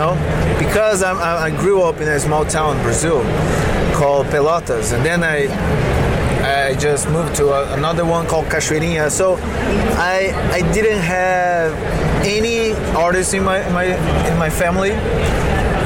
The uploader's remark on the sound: LIVE from SDCC ’23. San Diego Comic Con 2023.